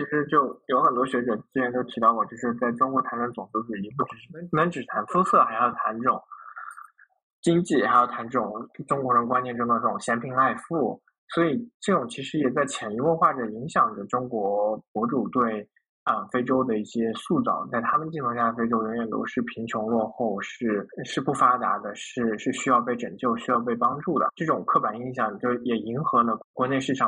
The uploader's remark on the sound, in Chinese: 本期录音质量一般，大家见谅。